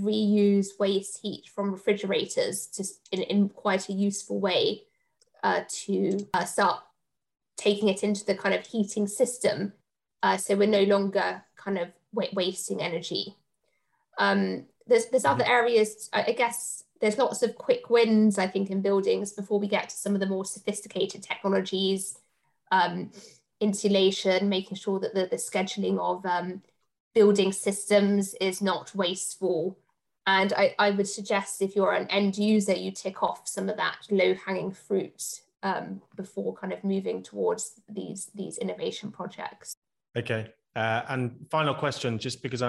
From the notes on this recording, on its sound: Live Webinar. In our live Q&A we answer the audience's questions on the topic.